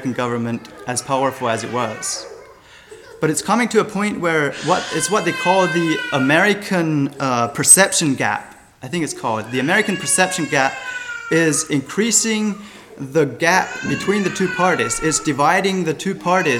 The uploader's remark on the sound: Sermon Recorded 11-26-23 at Millmont Mennonite Church